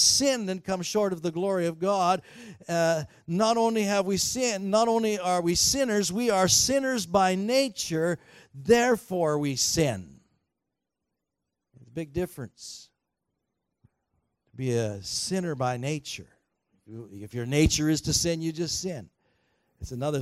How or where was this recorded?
large echoing room